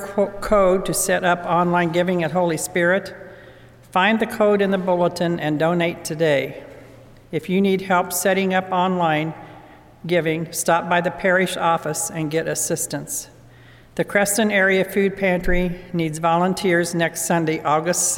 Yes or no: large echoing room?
yes